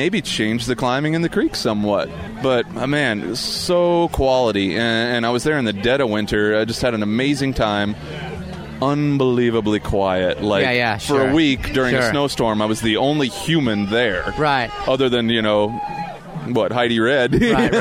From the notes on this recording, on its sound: We blaze through four separate mini-interviews with four excellent climbers recorded at the 2014 Redrock Renedezvous.